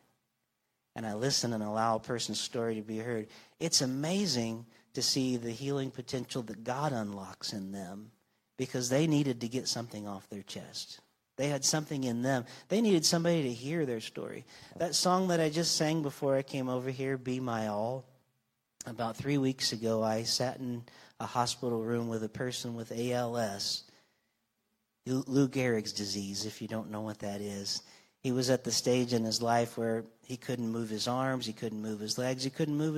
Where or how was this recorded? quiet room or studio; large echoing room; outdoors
large echoing room